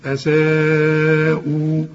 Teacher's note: مد واجب، المد في نفس الكلمه اللي فيها الهمزه